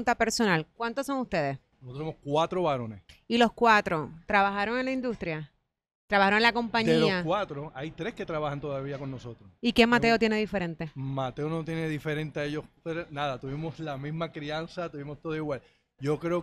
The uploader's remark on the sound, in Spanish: visitaron el nuevo local de SOBAO by Los Cidrines en Santurce